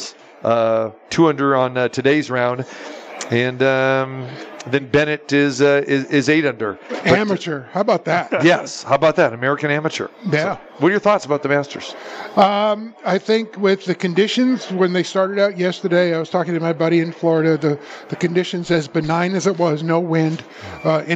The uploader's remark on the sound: Live at the Suoerbook at the Westgate